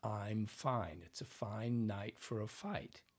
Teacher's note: It's two vowel sounds, a, e, which blend together to make one sound. · Term: diphthong